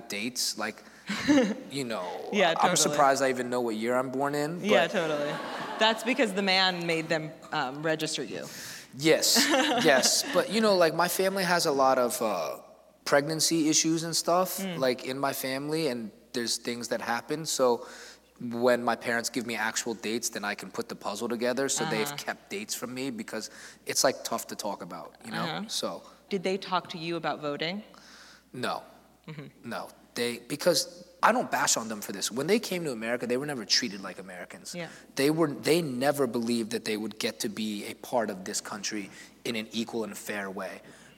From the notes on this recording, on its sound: It’s our very first live show, Mash-Ups! This program was taped at Scripps College's Garrison Theater as part of its public programming series, Scripps Presents.